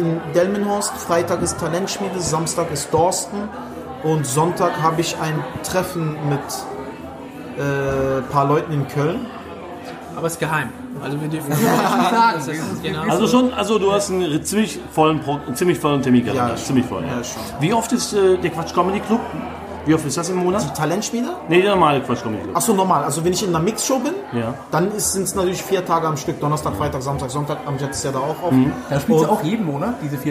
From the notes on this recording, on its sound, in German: Backstage Talk. Kurze und spontane Aufnahme mit dem Berliner Comedian. Am späten Samstagabend nach der Mixed Comedy Show in der Latüchte in Epe. Während die Gäste den Abend gemütlich ausklingen lassen läuft im Backstage Bereich das Aufnahmegerät.